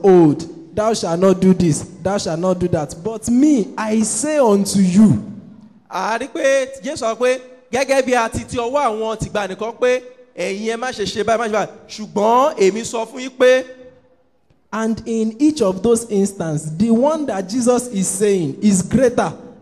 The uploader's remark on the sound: Preached at TAC Powerline District, Lagos Nigeria.